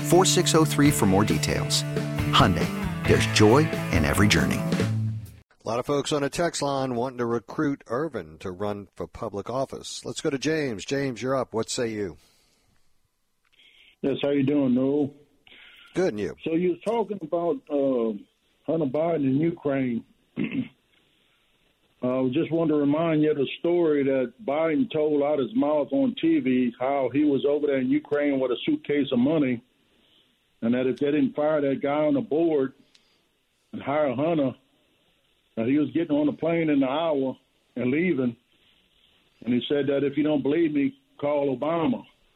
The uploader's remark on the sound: The WWL Listeners call.